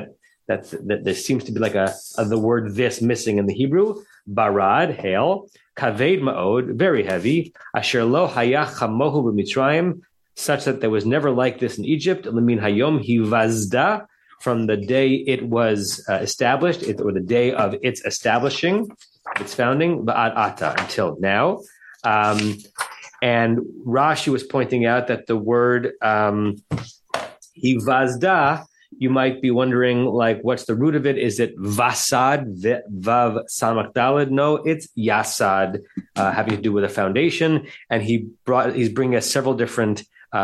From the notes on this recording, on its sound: Facebook/Zoom